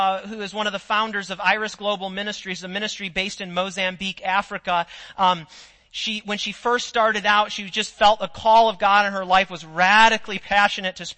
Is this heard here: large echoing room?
yes